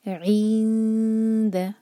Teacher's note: نون پر touch نہیں کریں گے، 2 سیکنڈس کا ٹائم دیں گے، دال کے قریب زبان لے جائیں گے